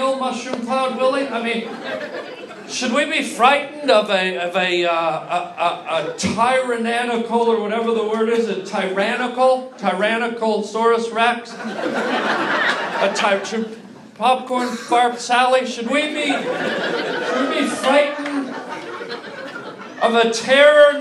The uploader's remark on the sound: LIVE stand up comedy